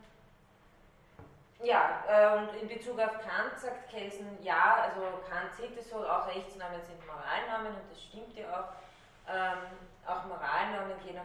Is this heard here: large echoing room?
yes